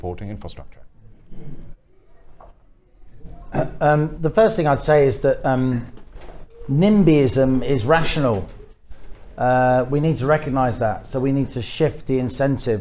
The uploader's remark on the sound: In a debate organised by the SDP and held in London on 19th September.